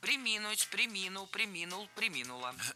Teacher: Ударение в этом глаголе падает на второй слог. Причем всегда, во всех формах.